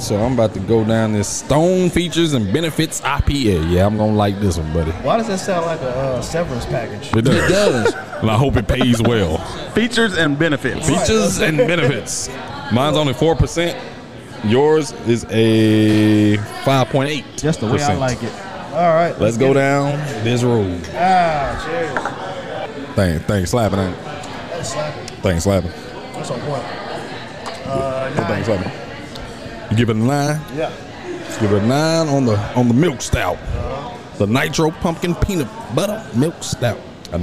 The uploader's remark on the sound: Today we are live at The Casual Pit.